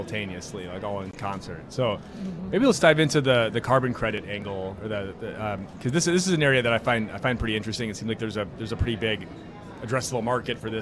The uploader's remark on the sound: recorded onsite at Blockchain Rio